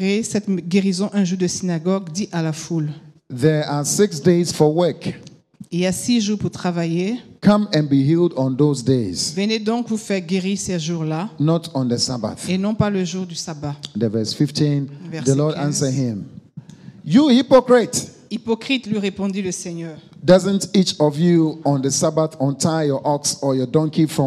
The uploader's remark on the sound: Preached during Joyful Hour Sunday Service Rabat.